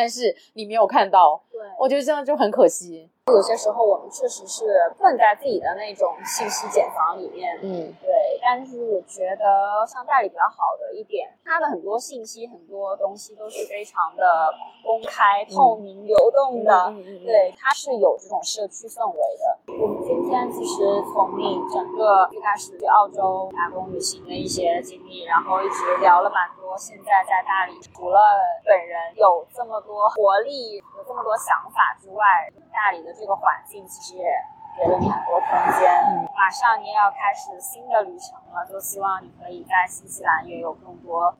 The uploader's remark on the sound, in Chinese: 本期节目于户外录制，更推荐你在安静的环境下收听